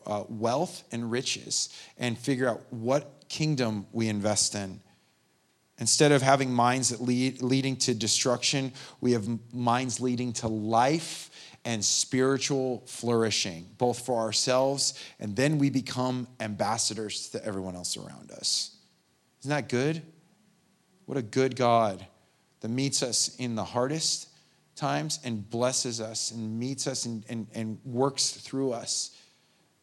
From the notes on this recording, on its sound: The Live recording of the 10am Sunday Service at Steadfast Church in Carlsbad, Ca